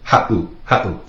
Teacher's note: With the 7 in there, makes that little glottal stop, that pause. So you say ha'u, ha'u.